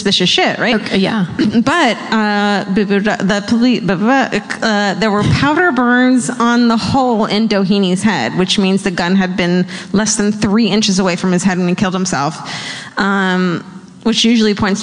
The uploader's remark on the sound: Live from The Orpheum theater in Los Angeles!